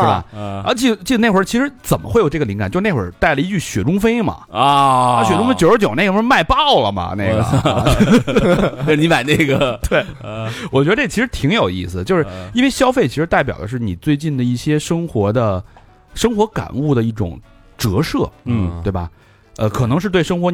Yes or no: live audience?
no